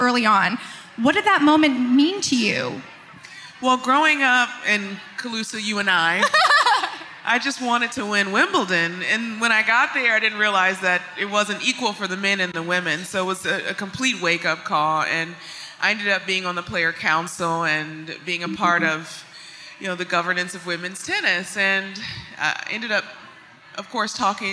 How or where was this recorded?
busy venue